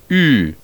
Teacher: put your lips in the position for U, as in the vowel of the English cool, but try to pronounce the sound of E, as in the vowel of the English seed, while still maintaining the rounded lip position. the result should be U, the sound of Y.